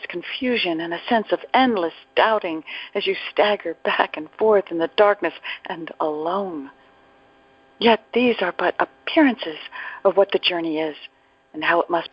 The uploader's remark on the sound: ACIM Daily TEXT Conference Call.